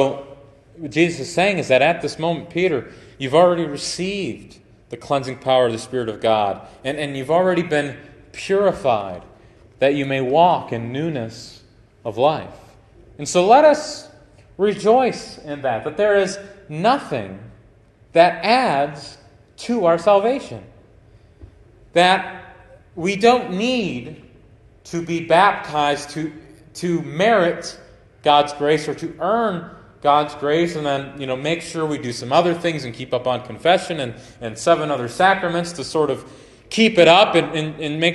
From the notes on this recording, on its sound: Preached at Grace Baptist Tiffin Ohio on 7/30/2023